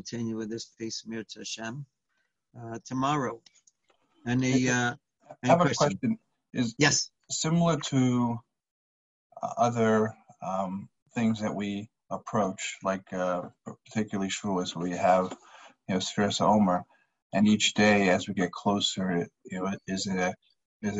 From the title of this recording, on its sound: Live On Zoom: 7-20-2020